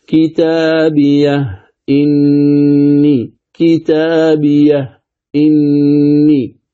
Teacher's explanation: مباشرة هاء سكت ثم تنطق بالهمزة، وهذا لا يعني أنك تسكت عندها تقول كتابية إني، لا، المقصود في هذا الهاء السكت أنك تنطقها هاء ساكنة، هاء ساكنة. · Term: التحقيق